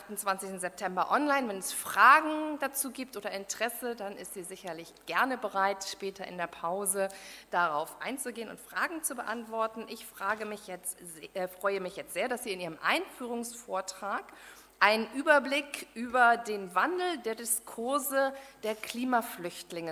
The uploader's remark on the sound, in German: Bei der Konferenz «Auf der Flucht vor humanitären Krisen» vom 3. Berlin.